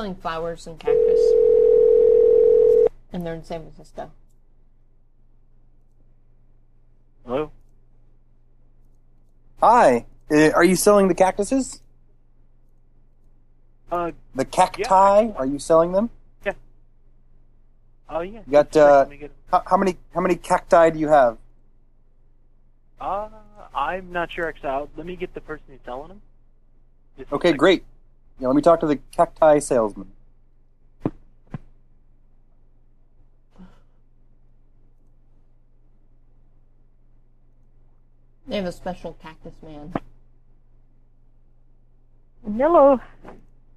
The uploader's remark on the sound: RBCP's Personal Prank Phone Calls Collection